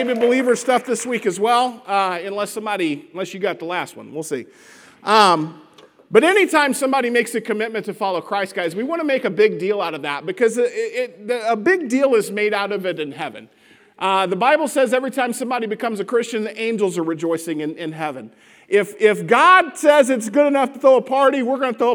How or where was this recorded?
large echoing room